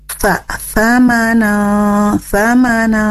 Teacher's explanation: pangkal lidahnya itu turun ke bawah sehingga bunyi hurufnya dibaca tipis, bukan tebal. Jadi sa samana samana.